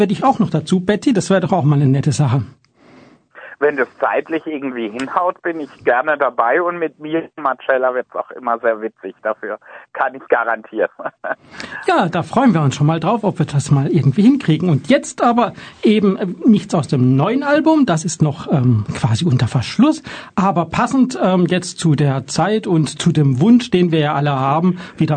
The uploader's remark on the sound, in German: Aufgepeppt wurde die Lästerrunde durch live zugeschaltete Gäste.